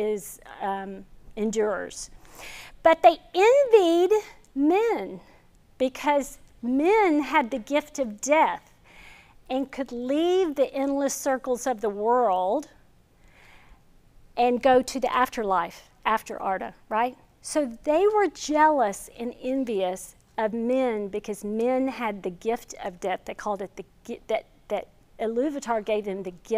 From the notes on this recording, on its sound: This video is from our 2021 Fall lecture series